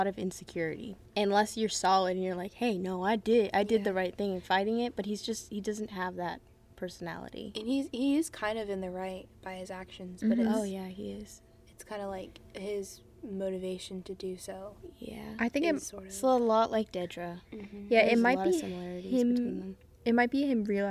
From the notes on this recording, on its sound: Apologies for background noise throughout this podcast episode